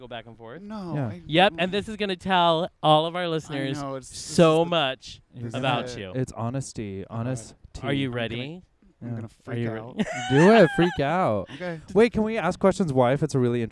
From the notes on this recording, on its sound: Extra Special thanks to The Sportsmans Lounge in Studio City. We recorded in their awesome patio space, but this hotel has much more to offer.